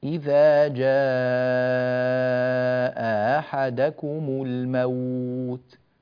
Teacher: الوجه الأول تسهيل الهمزة الثانية فنقرأها إذا جاء أحدكم الموت، مرة أخرى إذا جاء أحدكم الموت هكذا.